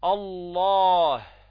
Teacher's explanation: من أين خرجت الهاء؟ من الحلق، ومن أقصى الحلق أي أبعد نقطة في الحلق عن ماذا؟ عن الفم